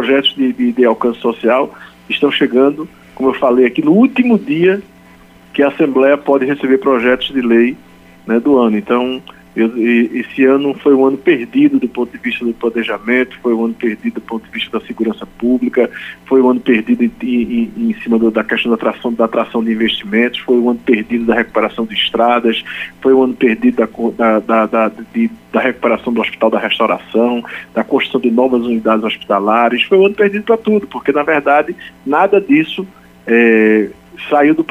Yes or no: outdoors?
no